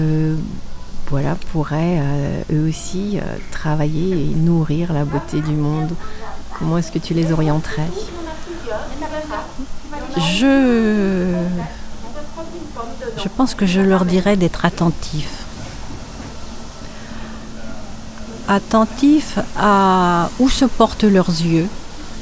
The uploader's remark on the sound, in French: En Direct Du Forum A Ciel Ouvert. Entretiens exclusifs enregistrés au FORUM A CIEL OUVERT.